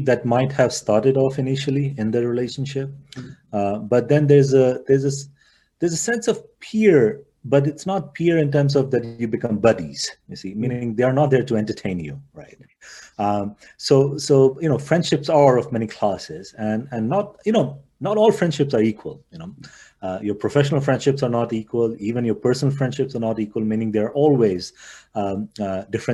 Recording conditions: video call